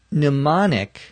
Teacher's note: A mnemonic, M-N-E-M-O-N-I-C. Notice the first letter, M, is silent. You do not pronounce it.